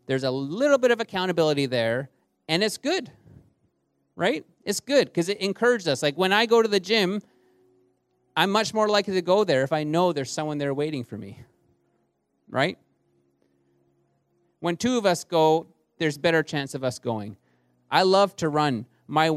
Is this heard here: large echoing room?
yes